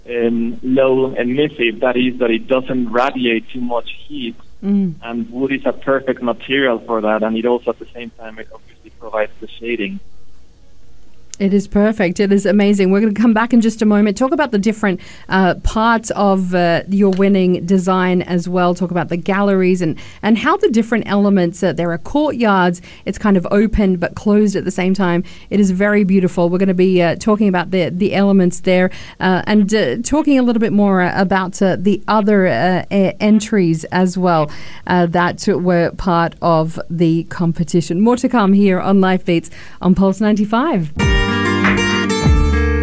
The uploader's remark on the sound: Crosses live to Mexico City to speak to the Aidia studio Architects.